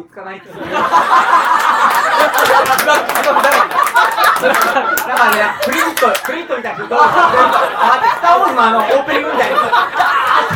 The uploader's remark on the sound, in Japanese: 公開収録 inシネマスコーレ。